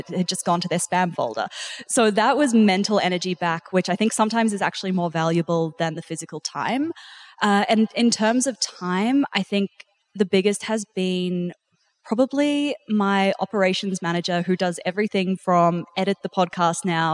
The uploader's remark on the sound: live conversation at Podcast Movement